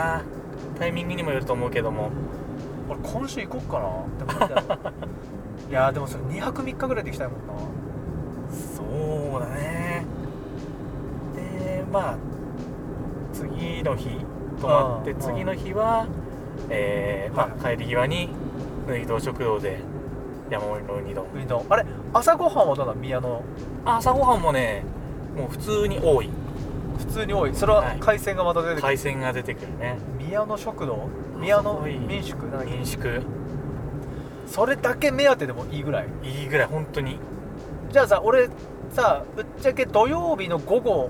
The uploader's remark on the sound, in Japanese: ドライブ収録